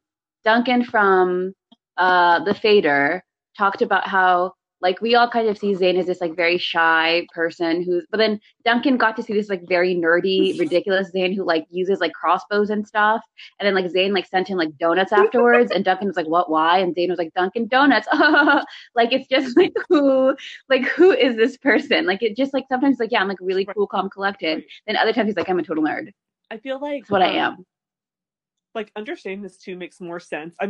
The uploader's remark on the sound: We would apologize for all technical glitches